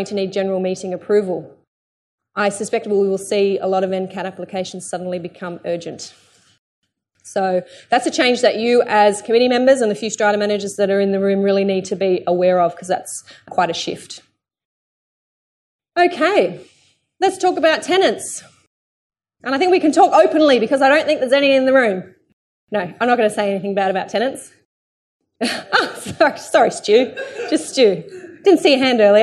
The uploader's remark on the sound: Here is part 2 of my presentation delivered to a sold-out audience of 160+ strata owners.